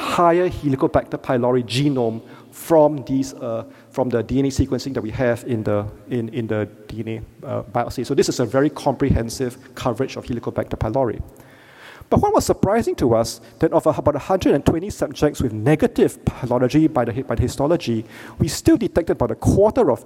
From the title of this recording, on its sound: Keynote Lecture